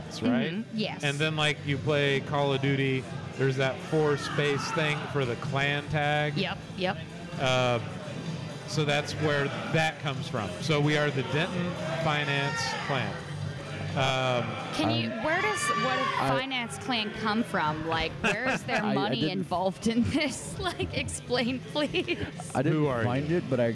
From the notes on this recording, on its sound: live from the floor of Free Play Denton